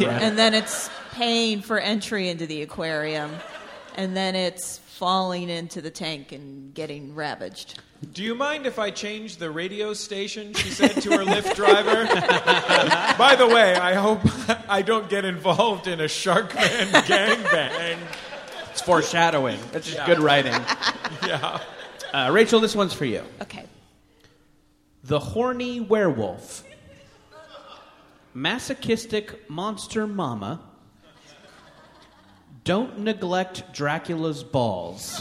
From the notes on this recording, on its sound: Live from Washington, D.C. Austin, Texas.